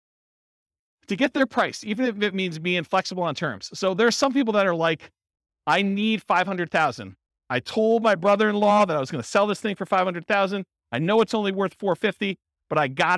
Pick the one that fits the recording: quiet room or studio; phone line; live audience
live audience